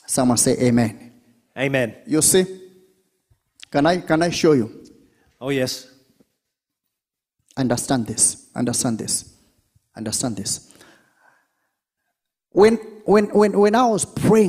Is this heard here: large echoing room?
yes